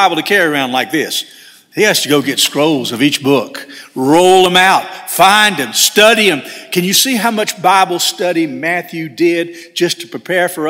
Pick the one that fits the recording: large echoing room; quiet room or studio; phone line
large echoing room